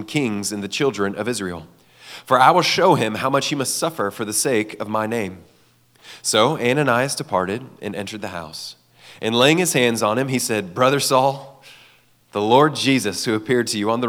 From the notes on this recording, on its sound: gave this message at Fall Conference 2023